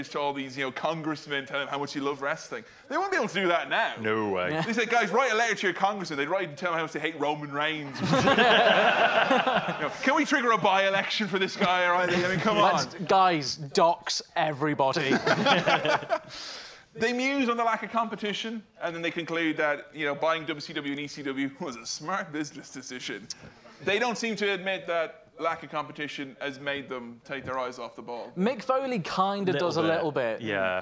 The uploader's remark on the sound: As part of the London Podcast Festival. Took to the stage in Kings Place Theatre. Featuring a Q&A with fans!